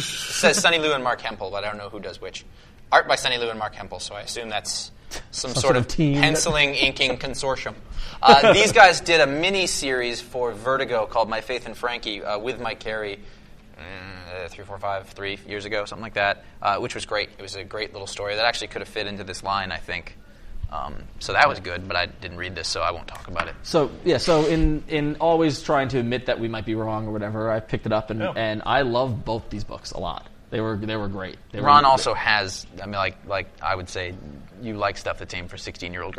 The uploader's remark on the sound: We're LIVE from Heroes Con in Charlotte, NC